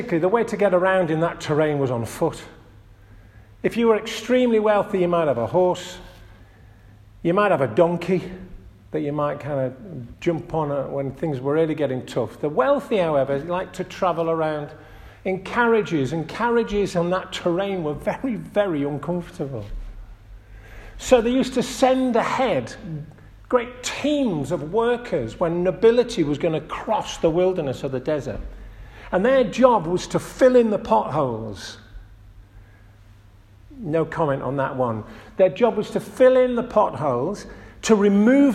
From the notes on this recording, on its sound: This audio recording was taken at the 10:30 Communion service at St Oswald's Church, Askrigg, North Yorkshire.